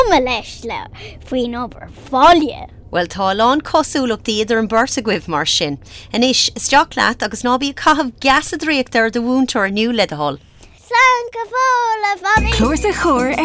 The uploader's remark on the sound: conversation in the car